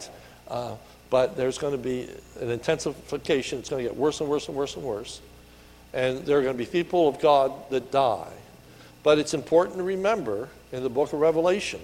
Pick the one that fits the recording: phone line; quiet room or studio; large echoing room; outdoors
large echoing room